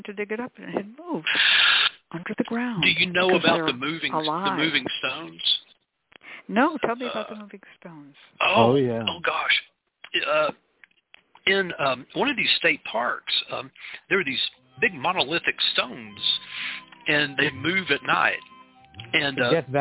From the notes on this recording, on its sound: The Lucky Mojo Hoodoo Rootwork Hour is a real, live call-in show where the general public gets a chance to ask about actual problems. Discussion Panel.